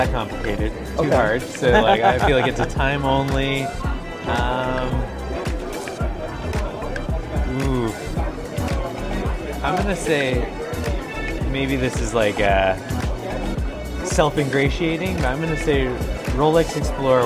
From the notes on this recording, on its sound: Live At Sothebys Luxe Edit. Visiting the Luxury Edit Exhibition at Sotheby's before the live auction.